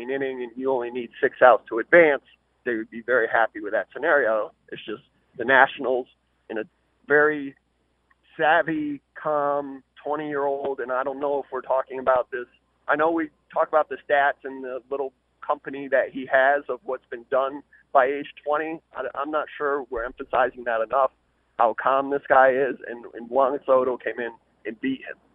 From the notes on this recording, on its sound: Called.